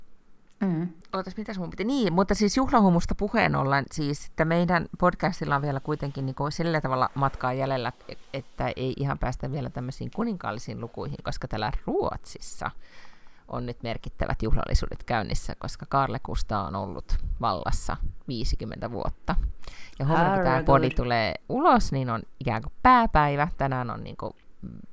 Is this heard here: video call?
no